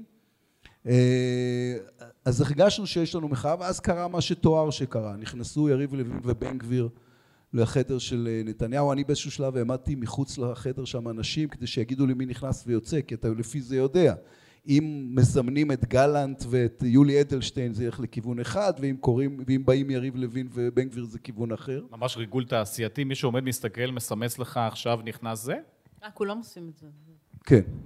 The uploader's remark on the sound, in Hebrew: לרגל המאורע המשמח הקלטנו ביום שלישי פרק מיוחד מול קהל.